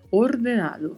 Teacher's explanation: A pronúncia aqui envolve primeiro a letra O com som fechado, o vibrato do R e a letra E também fechada.